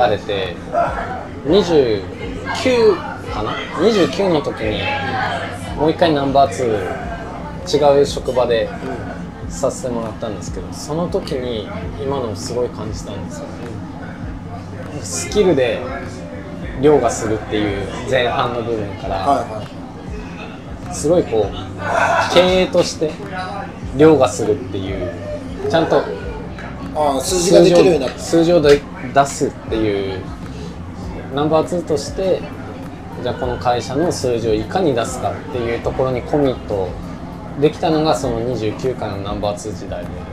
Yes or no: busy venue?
yes